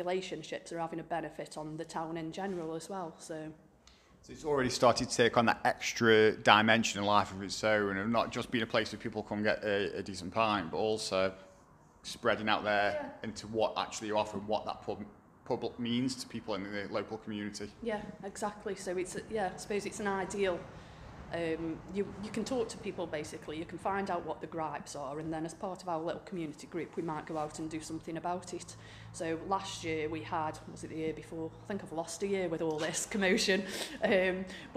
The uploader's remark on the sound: The Potteries Pubcast at Swifty's Micro Pub. We call in for a pint and chat about #community #publife with the owner of Swifty's Micro Pub in Meir.